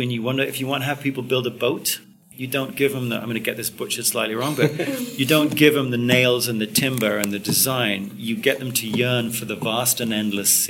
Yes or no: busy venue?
yes